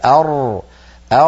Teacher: اللسان عند نطق الراء يتقعر